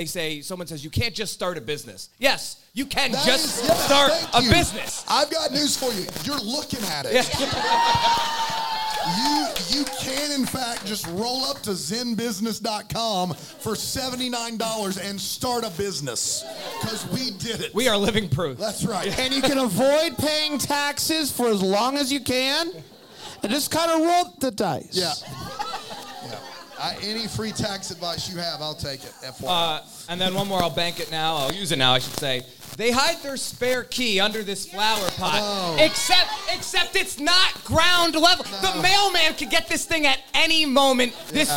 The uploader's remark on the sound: LIVE from Bramble Fest 2023.